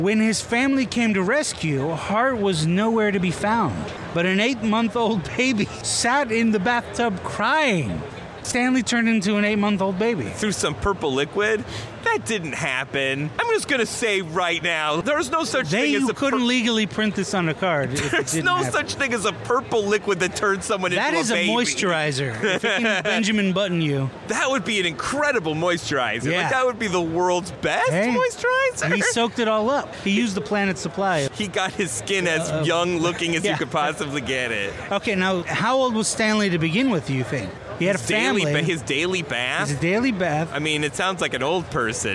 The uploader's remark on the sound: Live at Los Angeles Comic-Con